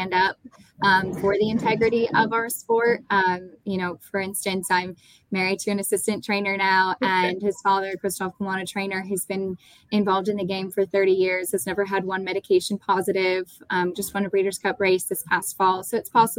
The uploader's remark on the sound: LIVE from Kings Tavern in Saratoga Springs.